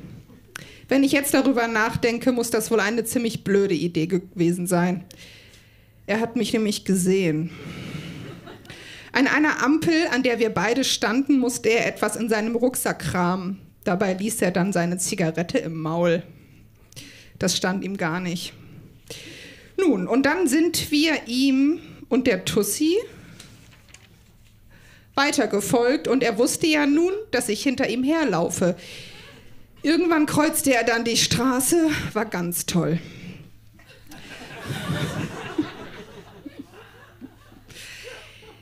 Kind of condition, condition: setting, live audience